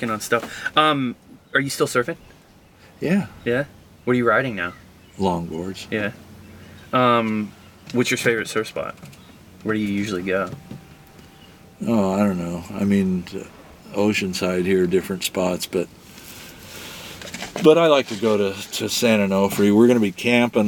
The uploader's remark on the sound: From the van.